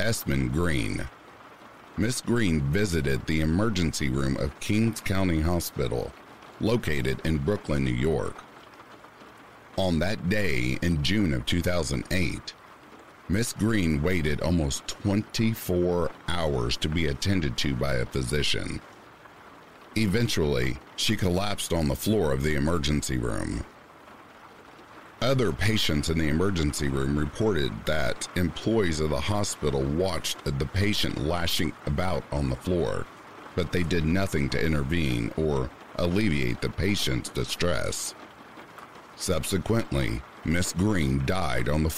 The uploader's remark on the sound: RAIN SOUNDS